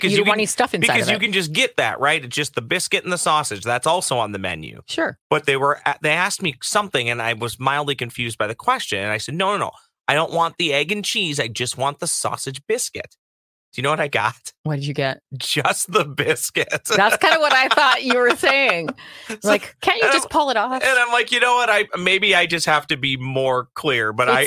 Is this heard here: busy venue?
no